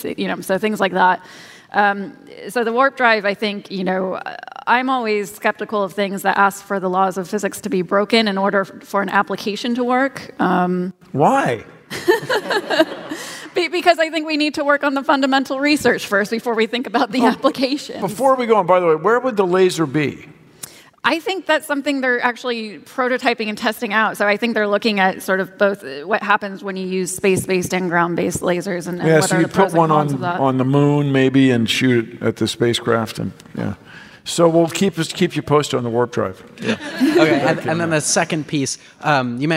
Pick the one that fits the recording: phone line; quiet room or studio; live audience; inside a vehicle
live audience